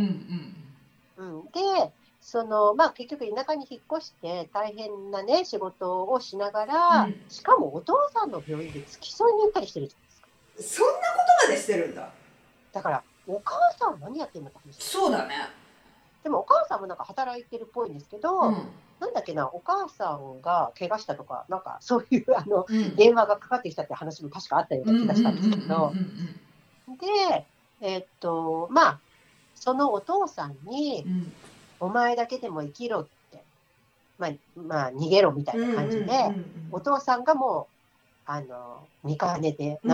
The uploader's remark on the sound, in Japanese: 今回はリモートでの収録となっているため、聴きにくい箇所があるかもしれませんが、ご了承いただければ幸いです。